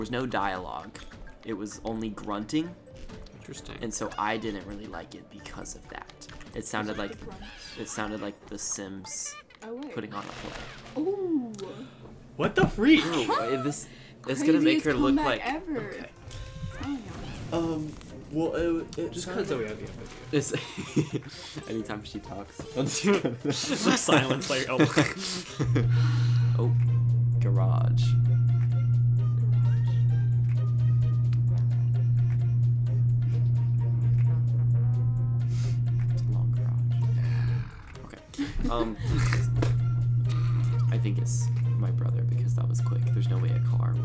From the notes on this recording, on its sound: We have so many difficulties while recording, like it was such a mess.